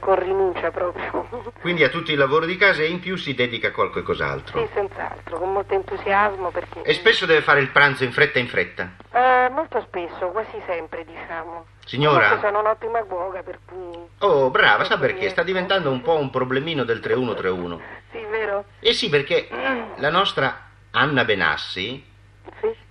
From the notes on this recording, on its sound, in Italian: Una telefonata con un'ascoltatrice. Intervento telefonico. Inviato al Festival di Sanremo.